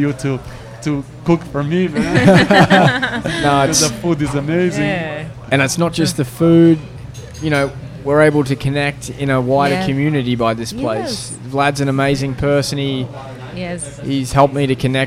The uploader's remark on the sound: We recorded this podcast 100% on the fly. The restaurant turned into a podcast studio so please bare with me if the audio is not up to usual standard.